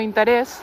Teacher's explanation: s'escriu amb accent obert, nosaltres ho pronunciem amb accent tancat